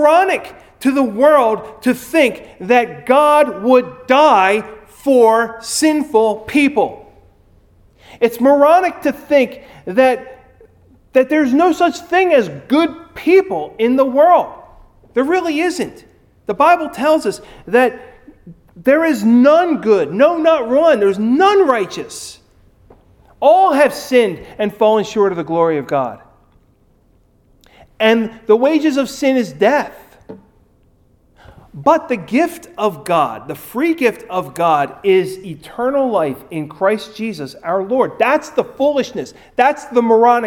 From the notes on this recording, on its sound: Recorded at Ebenezer UMC on March 7, 2021.